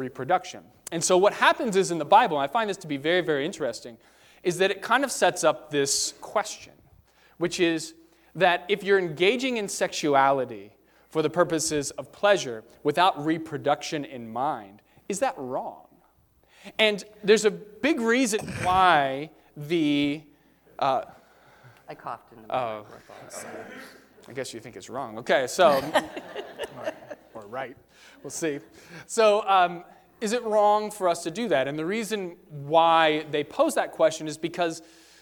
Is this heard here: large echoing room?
yes